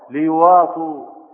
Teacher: ومن أنواع التخفيف أيضا حذف الهمزة من غير نقل، من غير شيء